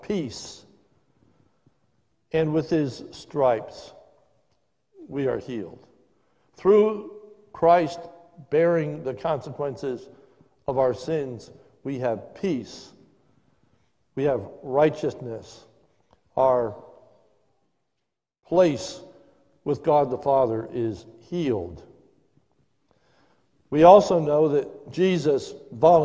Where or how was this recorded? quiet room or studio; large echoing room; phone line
large echoing room